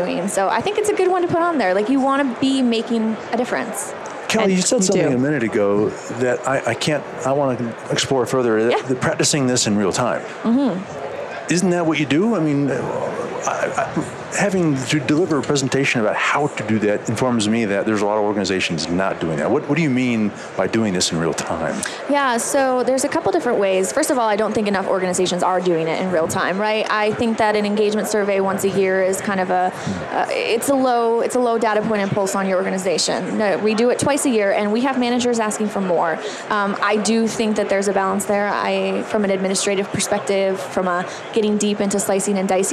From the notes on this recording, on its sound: LIVE from Las Vegas, at #HRTechConf